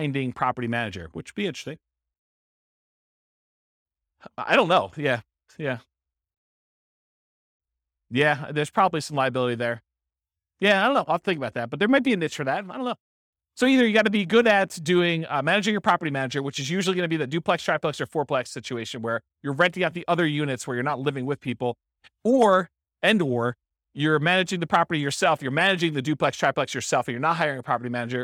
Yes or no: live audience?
yes